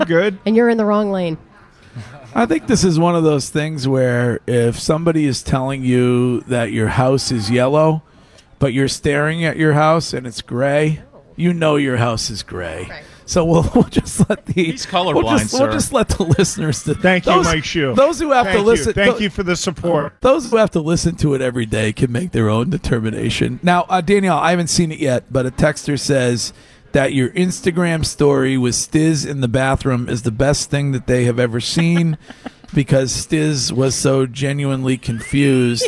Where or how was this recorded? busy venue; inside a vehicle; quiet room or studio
busy venue